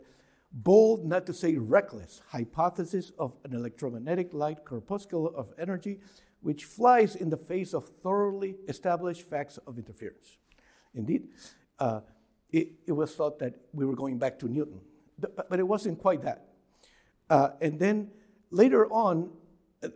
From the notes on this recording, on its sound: Recording of a lecture delivered on December 1, 2023. As part of the Formal Lecture Series.